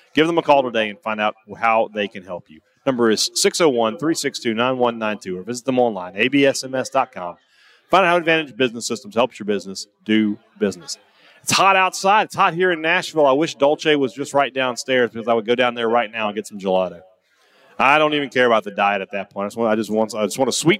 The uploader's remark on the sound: report live from Radio Row in Nashville as Media Days kicks into full gear